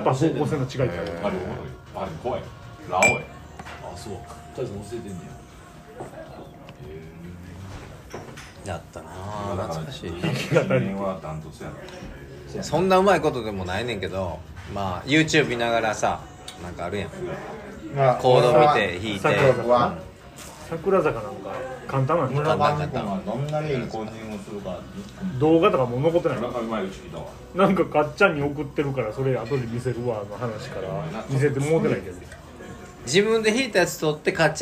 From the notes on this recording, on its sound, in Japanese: 高校時代のバスケ部忘年会の模様垂れ流し。おっさんの酔っ払いの会話です。そのままの様子が1番面白いかなと思い、録音中は敢えてわたくしもほぼ登場しませんし。